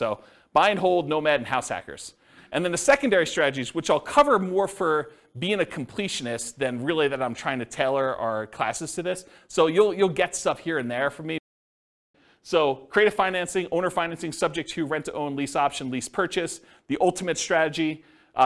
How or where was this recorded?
live audience